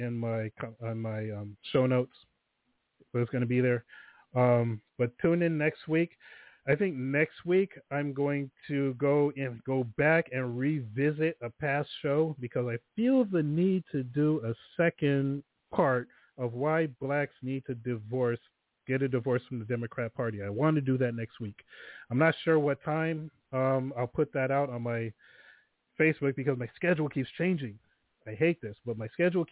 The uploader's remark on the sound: THe phone lines are open in the second hour.